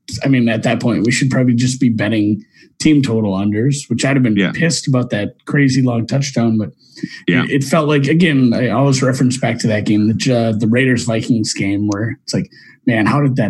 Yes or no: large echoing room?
no